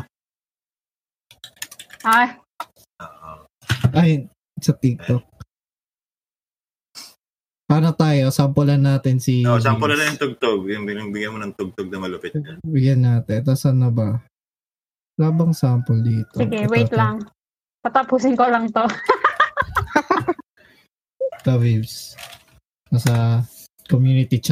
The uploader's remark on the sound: Gathered separately in their homes on Discord.